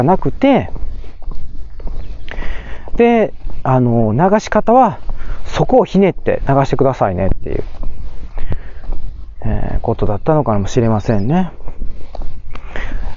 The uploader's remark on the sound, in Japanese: 北海道の洞爺湖の周辺をウォーキングしながら収録を行っております。